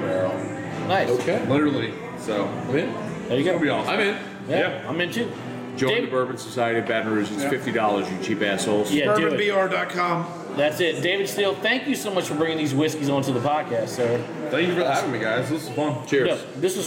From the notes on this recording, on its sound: Bourbon Conversations At Gov't Taco.